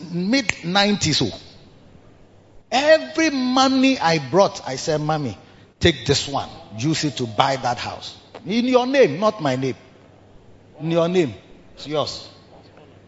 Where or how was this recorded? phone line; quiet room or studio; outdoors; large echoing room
large echoing room